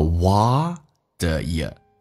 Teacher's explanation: R 会说成 a，U 会说成 ye，然后 What 跟 a 有一个连音，叫 What ye，把 the ye 再弱化，声音轻一点。What are you doing today?